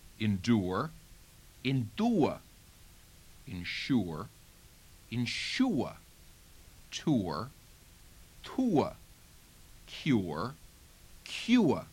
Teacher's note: another vowel combination, oor, where you again have to put that little schwa in